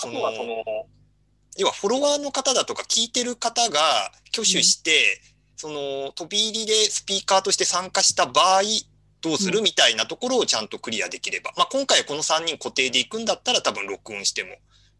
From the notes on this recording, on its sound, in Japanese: ClubhouseとZoomで同時収録